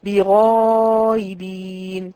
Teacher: ما حققتش الهمزه، جابتها زي العاميه بالظبط. مش هنقول ايه، بنقول ايه، ما بدل ما بتقولي غائب بتقولي غايب، فهي بتقراها بتطغى العاميه على النطق في الفصحى، وهذا يعتبر لحن جلي، لا يجوز لا يجوز.